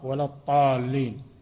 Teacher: يشدد الضاد حتى تصبح طاء